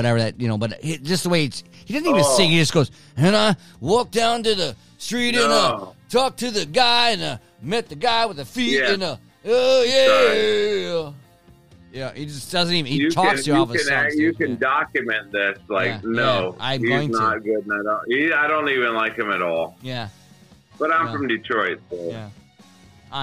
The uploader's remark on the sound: Seat #2 virtually. Cricket phone connections.